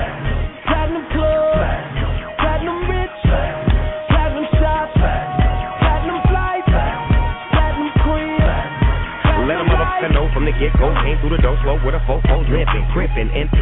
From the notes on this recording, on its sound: WE ARE LIVE AT KLUB 651 DOWNTOWN CHICAGO! IM DOING INTERVIEWS WITH THE ARTISTS THATS FROM CHICAGO GETTIN IT IN!